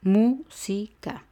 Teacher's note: Lleva el acento en mu, en la u. Son tres sílabas, música. Y la tercera de derecha a izquierda es mu, música. · Term: esdrújulas